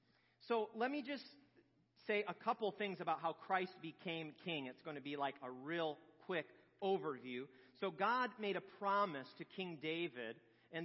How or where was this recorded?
large echoing room